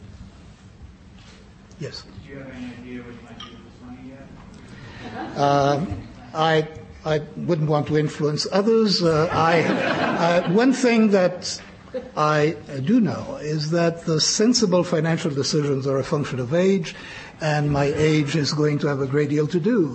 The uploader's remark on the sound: Press Conference